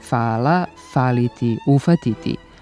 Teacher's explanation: Nenormirano slivanje grupe HV u glas F u primjerima fala, faliti, ufatiti, poznata je pojava.